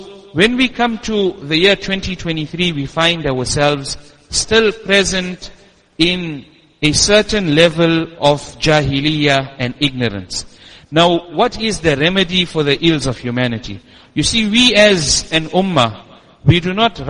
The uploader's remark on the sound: Jumuah lecture at Masjid us Siddique